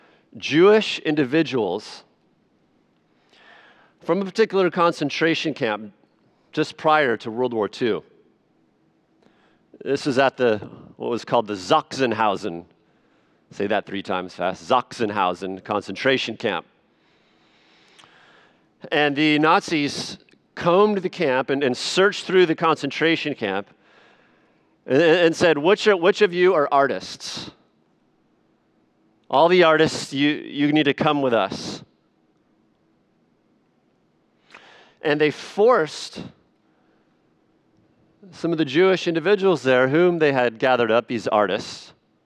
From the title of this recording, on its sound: Sunday Evening Worship Service